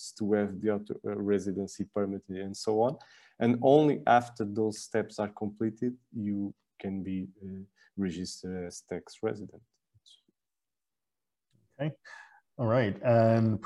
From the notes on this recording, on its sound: (LIVESTREAM). For those joining us on Zoom.